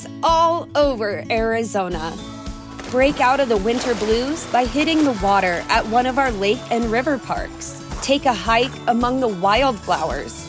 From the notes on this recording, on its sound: LIVE from CHI Health Center